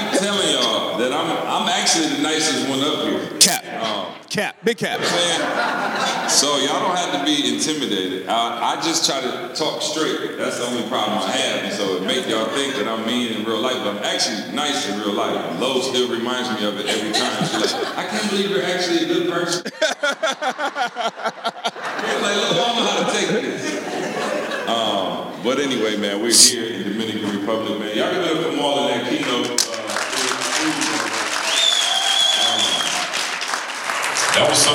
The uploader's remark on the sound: In this live episode during the Make Real Estate Real Family Reunion. In this live episode during the Make Real Estate Real Family Reunion.